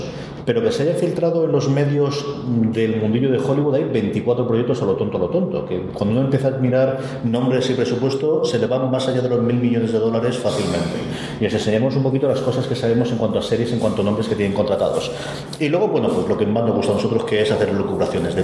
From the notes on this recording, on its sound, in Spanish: FDS en Directo. En un programa especial en directo en el Aula de Ámbito Cultural de EL Corte Inglés de Elche, dentro de la programación de la 41ª Edición del Festival Internacional de Cine de Elche.